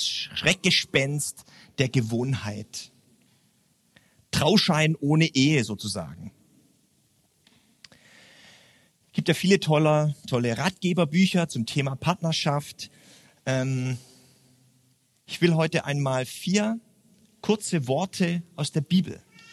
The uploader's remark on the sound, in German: beim churchbrunch im Stephanus eine Predigt gehalten